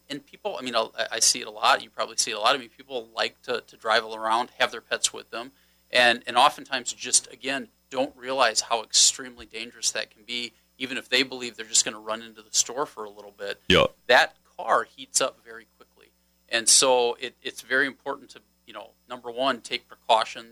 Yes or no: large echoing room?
no